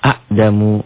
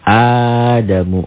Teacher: Nah, badal ini dua hamzah dibuat satu. · Shown in: second take · Term: mad badal